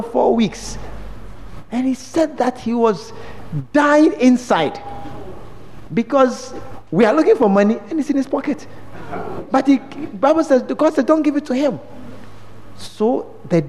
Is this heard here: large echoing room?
yes